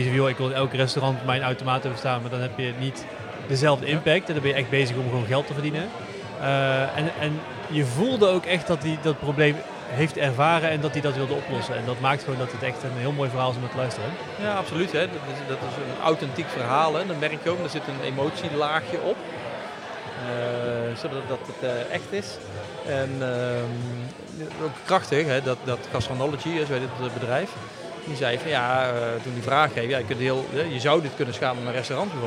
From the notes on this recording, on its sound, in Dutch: Live podcast vanaf de finale van de 2022 Breda Startup Awards. We hebben gesproken met de finalisten voorafgaand aan de uitreiking en uiteraard met de winnaars na de finale.